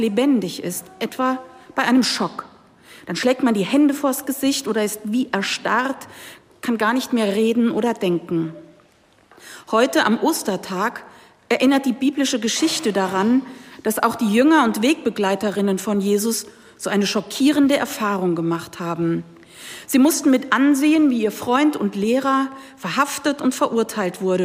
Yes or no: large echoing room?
yes